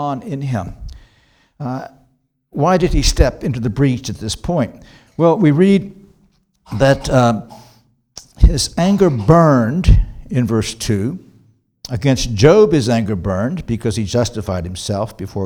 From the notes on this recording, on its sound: This sermon was preached on January 28, 2024 at Antioch Presbyterian Church, a mission work of Calvary Presbytery of the Presbyterian Church in America located in Woodruff, South Carolina.